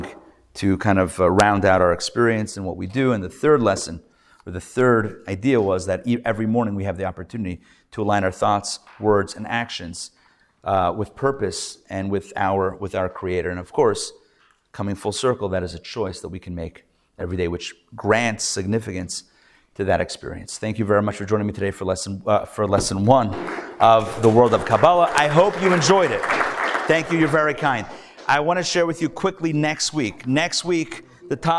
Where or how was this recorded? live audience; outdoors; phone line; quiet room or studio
live audience